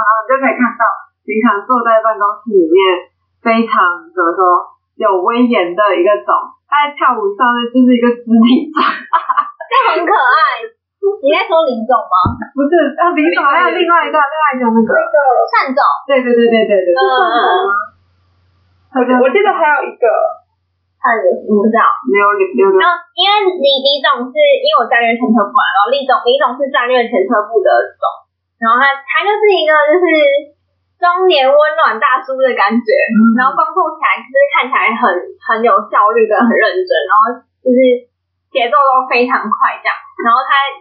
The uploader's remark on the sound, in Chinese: 因錄音當日設備及場地問題，音質欠佳